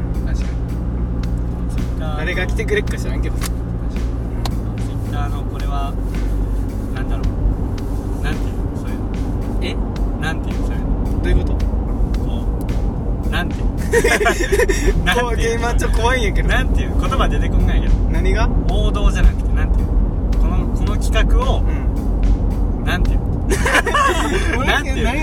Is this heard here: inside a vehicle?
yes